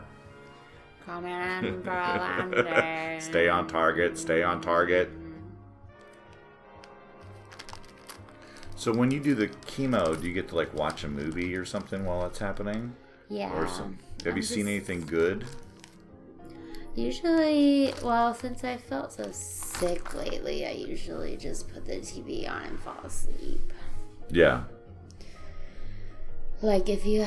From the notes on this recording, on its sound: Sorry for the ambient noise.